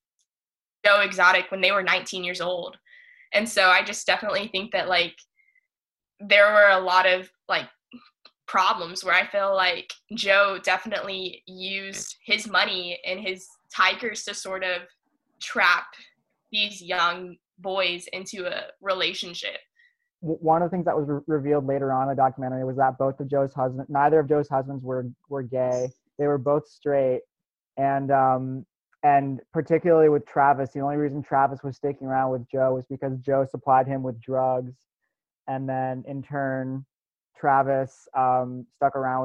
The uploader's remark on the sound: Four of our audio staffers get together over Zoom